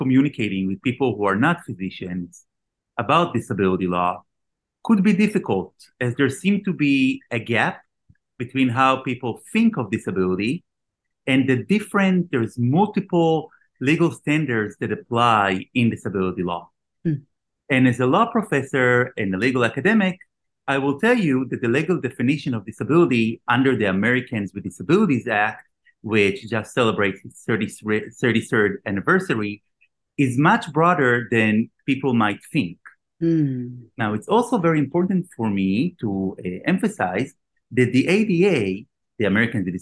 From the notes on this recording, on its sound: I’m live via Zoom